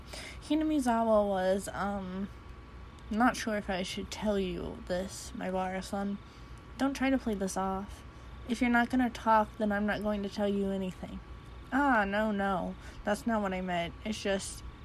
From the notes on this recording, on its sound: Reuploaded with the background sound